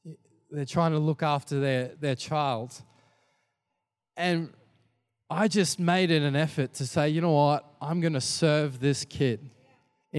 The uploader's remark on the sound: Recorded during our 5pm service on Sunday